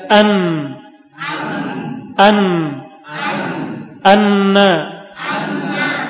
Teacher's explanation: Tarful lisan, ujung lidah dengan gusi gigi bagian atas. Gusi gigi seri bagian atas. · Term: makhrajnya huruf nun